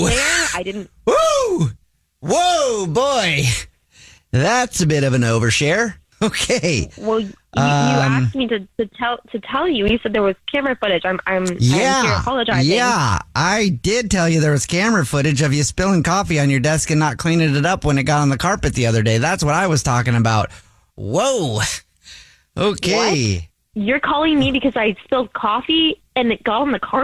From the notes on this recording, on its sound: phone prank style